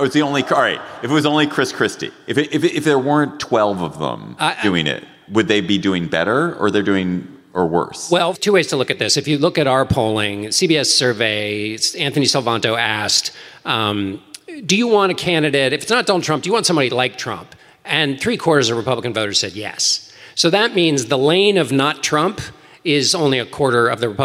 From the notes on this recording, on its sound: Live in Washington D.C. Live and on stage.